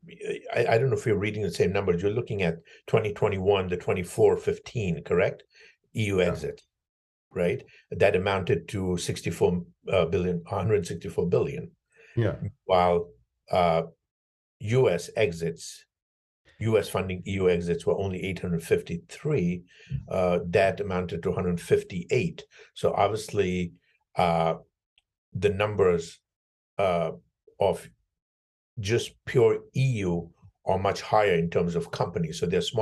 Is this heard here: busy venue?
no